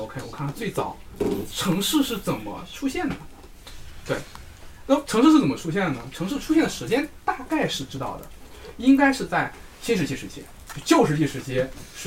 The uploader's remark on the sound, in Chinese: 这是一期非常放松的谈话，录音环境稍有嘈杂。